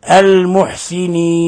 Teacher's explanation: ولاحظ لابد من إظهار النون، لا تقل المحسنين وتأكل النون، لا، تثبت النون ولكن لا تضغط عليها، تسكنها تبينها